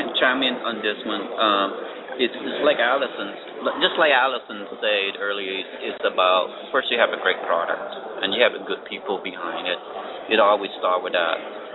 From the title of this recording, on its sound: Live From The SMB Cloud Expo